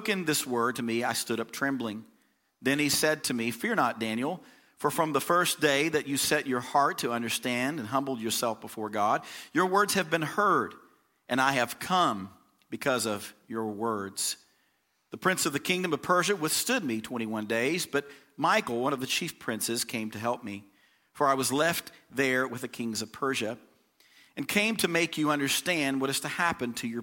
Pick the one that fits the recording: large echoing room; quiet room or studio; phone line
large echoing room